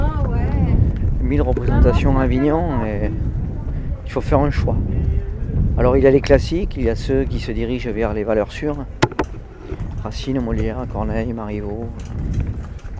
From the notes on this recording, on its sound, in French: Avignon au festival Off. Une balade dans la ville durant le festival.